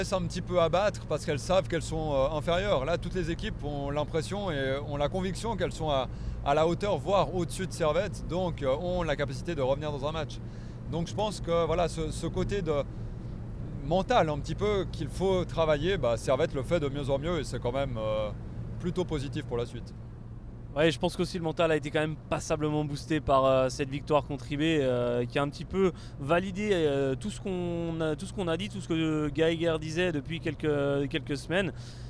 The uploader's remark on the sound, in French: Voici un épisode spécial enregistré sur la route en rentrant de Lucerne.